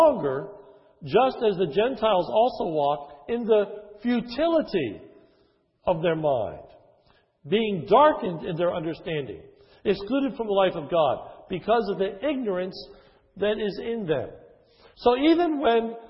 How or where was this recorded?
large echoing room